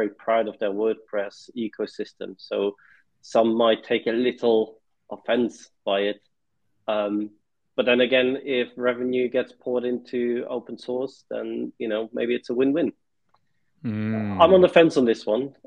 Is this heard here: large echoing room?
no